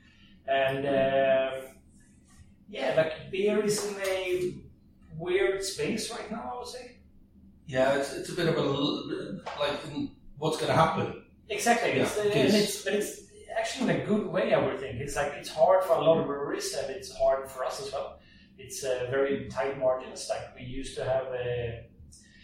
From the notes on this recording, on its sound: Sorry about the bad sound in this episode. The equipment failed us this time. We've tryied to claen up the sound as much as possible, but....